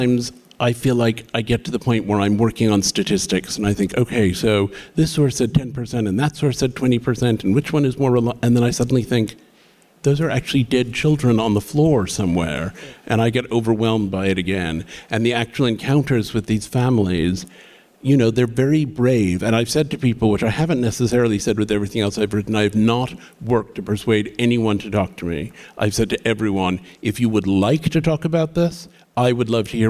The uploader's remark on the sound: We sit down in front of a live audience in Fort Worth, Texas.